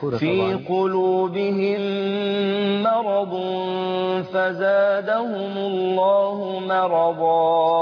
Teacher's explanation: الميم مرققة والراء مفخمة بالمرتبة الثانية · Term: ترقيق الميم